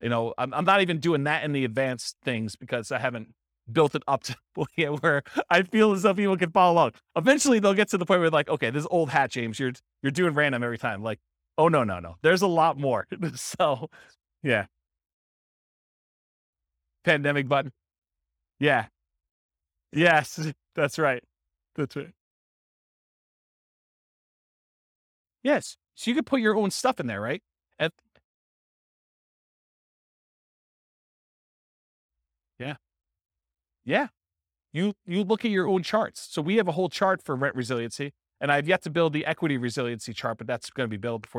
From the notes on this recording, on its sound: This was a live class recorded to give investors a solid overview of the house hacking real estate investing strategy.